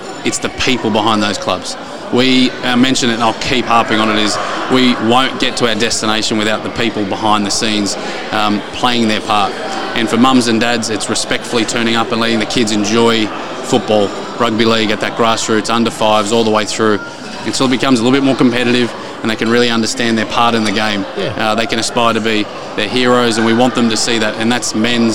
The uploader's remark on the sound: We head out to do a live podcast at Bankstown RSL.